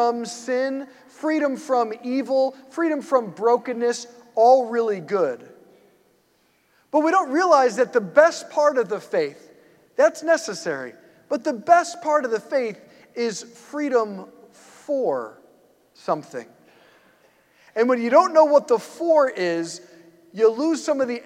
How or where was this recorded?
large echoing room